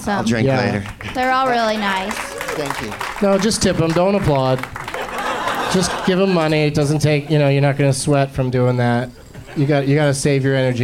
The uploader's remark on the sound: Live from the Punchline in San Francisco